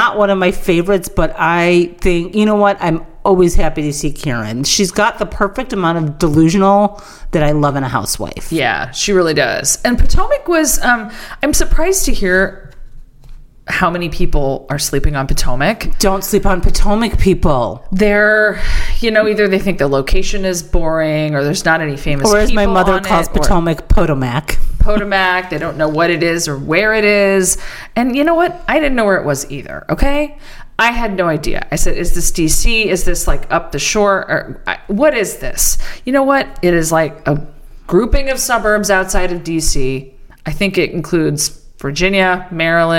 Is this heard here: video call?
no